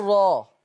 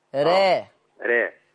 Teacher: الإمالة الصغرى اللي هو التقليل وسط ما بين الفتح وما بين الإمالة الكبرى · Shown in: second take